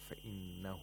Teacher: We have إشباع of ها الضمير، and the word فإنه، the ها has to be pronounced like a long vowel because it's preceded by a letter with a حركة، with a short vowel.